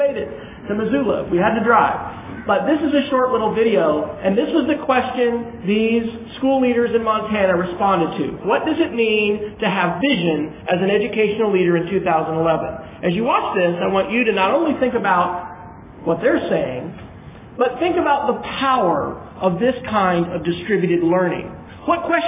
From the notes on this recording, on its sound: Opening keynote address at the 2011 TechForum in Chicago, Illinois. (The actual location of the Techforum was in Lincolnshire, IL, just north of Chicago.)